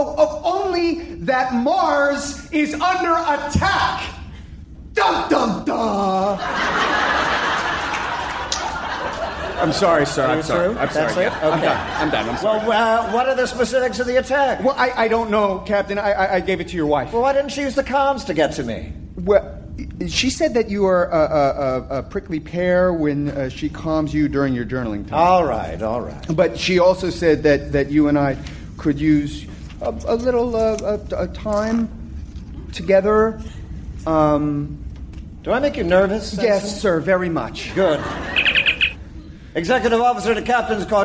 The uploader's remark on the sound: Recorded Live 8/6/2011 at Largo, Los Angeles.